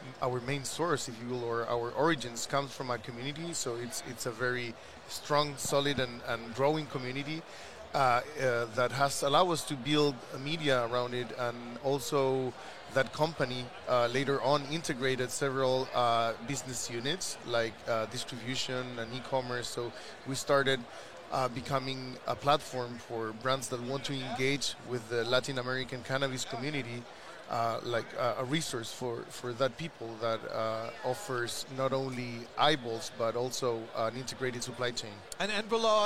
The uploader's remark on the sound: LIVE at MJ Biz Con 2022